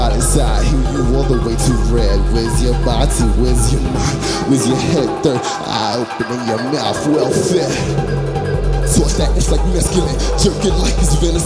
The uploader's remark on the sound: Live from SXSW.